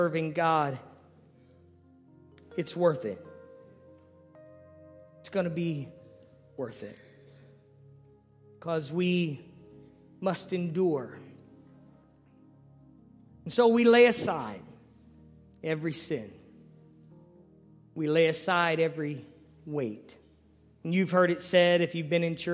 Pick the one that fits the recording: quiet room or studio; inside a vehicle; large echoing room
large echoing room